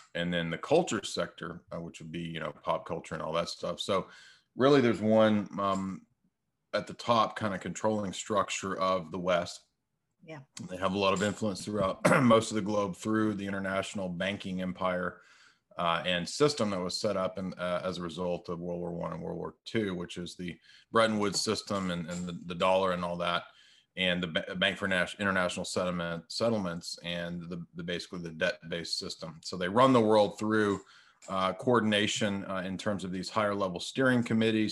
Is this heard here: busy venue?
no